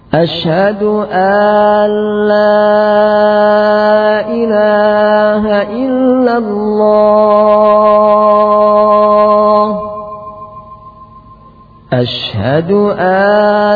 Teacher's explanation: Berikutnya memanjangkan hamzah sehingga menjadi alla.